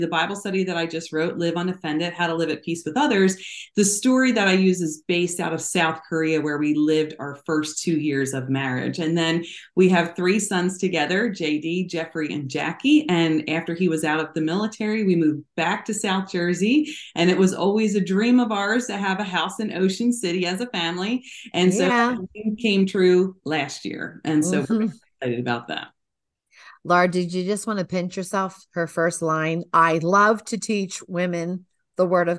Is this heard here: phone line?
no